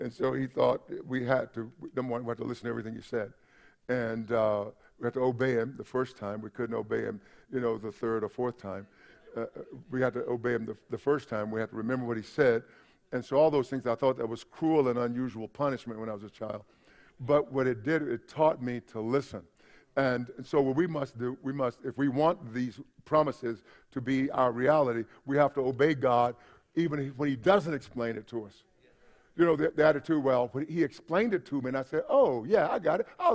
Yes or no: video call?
no